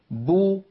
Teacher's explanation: خرجت الباء المضمومة بالتباعد بين الشفتين وصاحب ذلك انضمام للشفتين بو. إذن هناك مصاحبة.